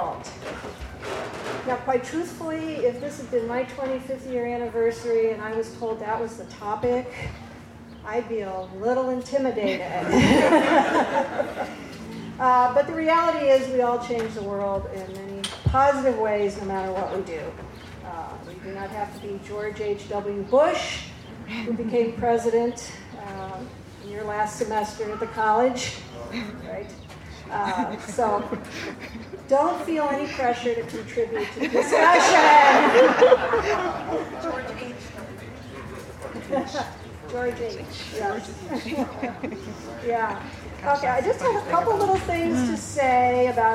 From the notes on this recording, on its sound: I made this recording with my Olympus LS-10. The quality is not terrific since the gathering was in an outdoor tent, the recorder was simply sitting on the table where the panelists were seated, and some of speakers from the audience did not use the microphones. The bagpipe clips at the beginning are from an early-morning warm-up outside of Lowry Center, and the start of the reunion parade of classes.